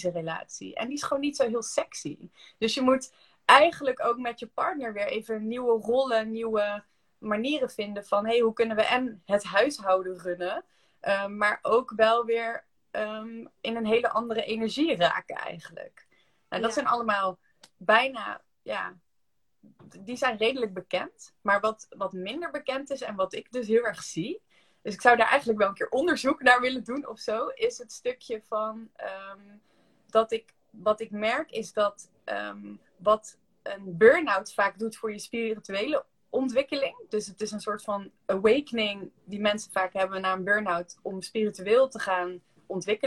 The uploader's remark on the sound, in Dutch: Heb ik een Insta live opgenomen. Dus we hebben deze sessie ook als podcast opgenomen.